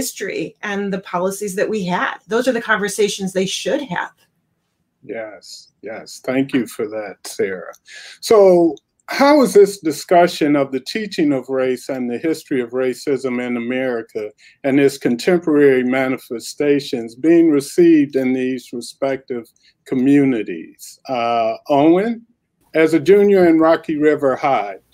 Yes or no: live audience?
no